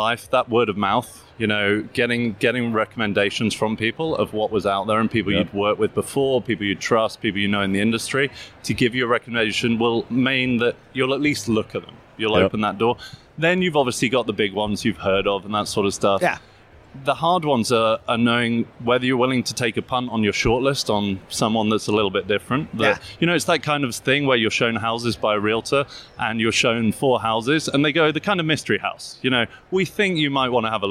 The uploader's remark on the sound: Live from UNLEASH America in Las Vegas